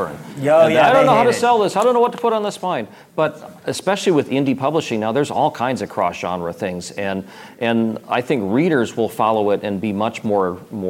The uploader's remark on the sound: Joined us at Sasquan/WorldCon 73 to take questions about plot twists. Here are the questions that came in from our live audience.